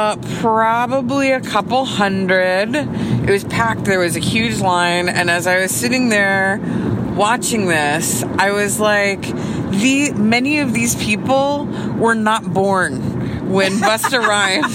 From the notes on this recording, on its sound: They recorded via iPhone on the road to Coachella Weekend 2.